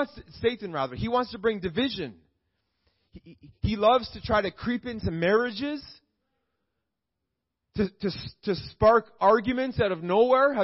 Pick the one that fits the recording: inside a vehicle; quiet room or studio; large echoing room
large echoing room